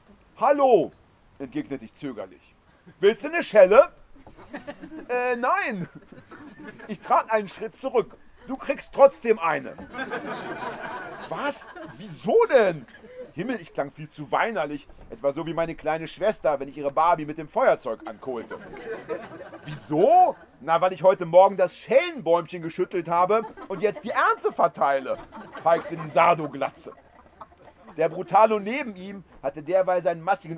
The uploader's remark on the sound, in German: Spontane Reaktionen auf Äußerungen aus dem Publikum. Holzrock Open Air. Während seiner Lesung im Zelt zog ein Gewitter auf.